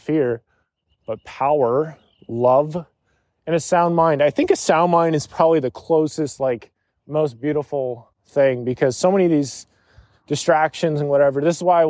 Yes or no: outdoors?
yes